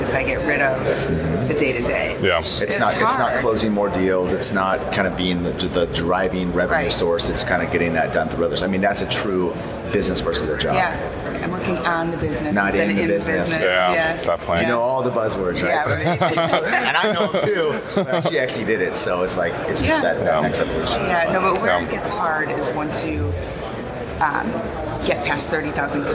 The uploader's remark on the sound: At the Transportation Intermediaries Association Conference in San Diego